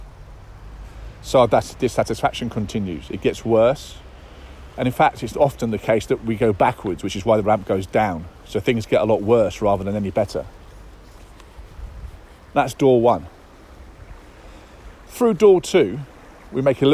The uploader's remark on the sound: Daily Download Episodes are short episodes which involve me getting into flow with my Superconscious and then just talking into my phone.